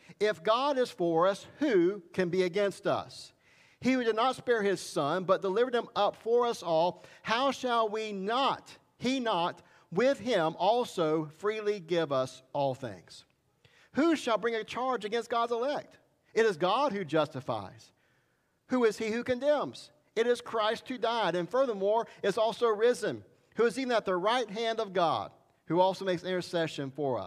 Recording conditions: large echoing room